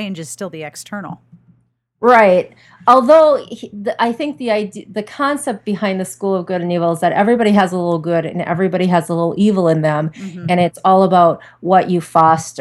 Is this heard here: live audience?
no